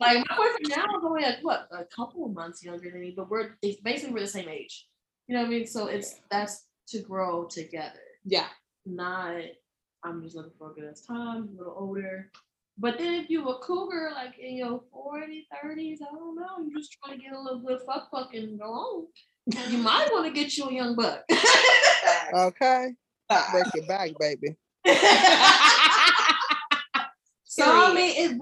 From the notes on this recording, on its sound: Sorry for the sound not being as high quality as I would like but it shall get better.